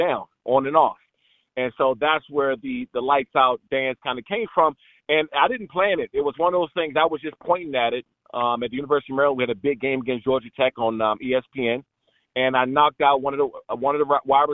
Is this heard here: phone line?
yes